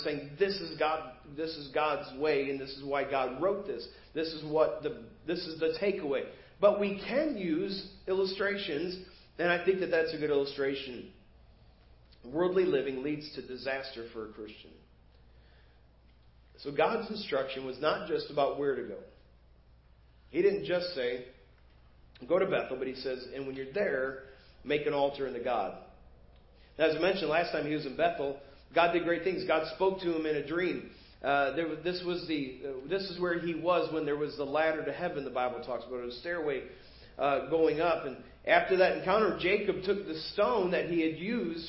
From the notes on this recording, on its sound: Preached at First Baptist Church of Hazel Park.